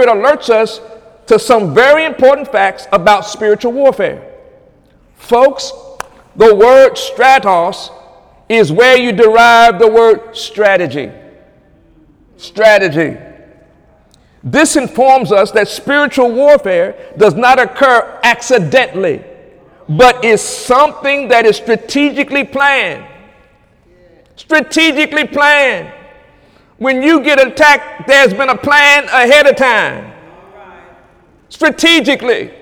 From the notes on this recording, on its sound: During Wednesday night service on August 23, 2017